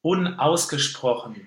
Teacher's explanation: we need the glottis within the word, yeah, after the prefix of unausgesprochen.